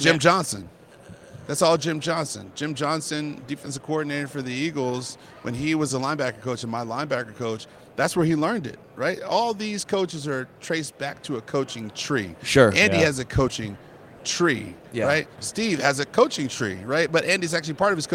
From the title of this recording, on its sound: Live from Super Bowl LVIII